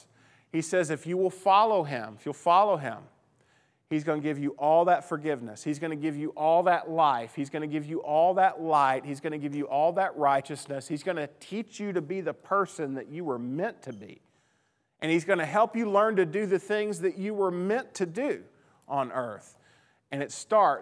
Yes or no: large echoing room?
yes